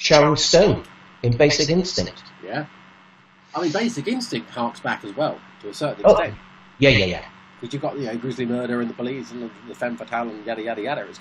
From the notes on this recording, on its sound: So, having sorted out all the things that were stopping us recording we have at it - only to discover we have new things to fix. If you can put up with the slight sound snaffoos.